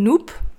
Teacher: Veel kindjes zeggen noep, zonder de S.